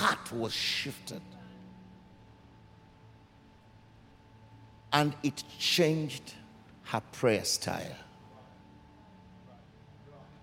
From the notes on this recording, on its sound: Recorded during our 5pm service